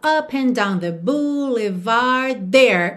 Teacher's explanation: ele ligou boulevard em there direto